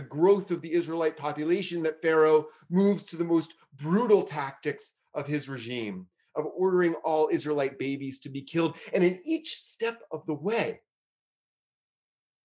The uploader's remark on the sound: Is recorded during virtual gatherings of Temple Beth-El in Richmond, Virginia.